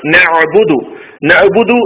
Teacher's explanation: ഹംസക്ക് കസർ ഇ പിന്നെ യാ ഇന് ശബ്ദ് നൂന് ശേഷം ഐനാണ് നഅബുദു നഅബുദു എന്ന് ഹംസയായിട്ടല്ല പറയേണ്ടത് ഐനാണ് വരേണ്ടത് ഹൽക്കിന്റെ അക്ഷരമാണ് ഐന്